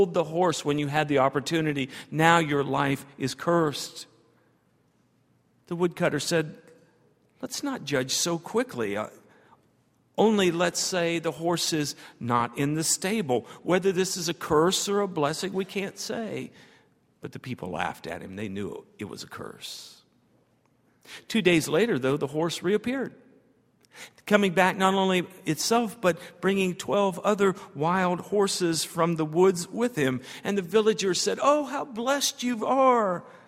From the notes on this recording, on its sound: at Highland Baptist Church